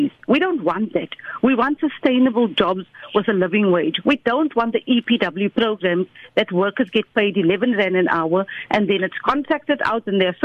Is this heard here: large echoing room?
no